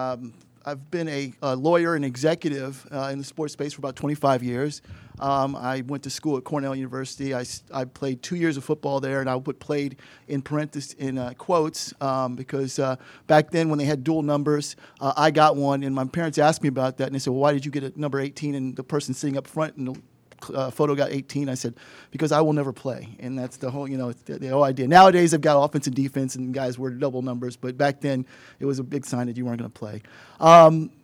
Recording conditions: busy venue